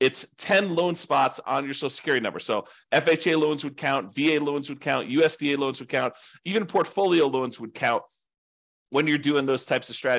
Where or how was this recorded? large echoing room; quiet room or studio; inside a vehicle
quiet room or studio